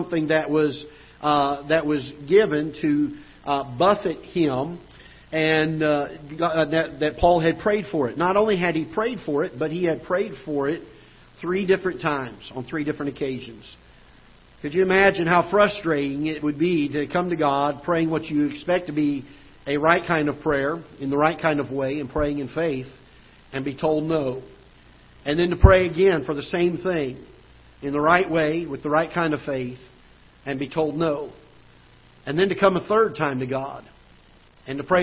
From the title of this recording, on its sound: Ketha Heights Baptist Church ~ Live Broadcast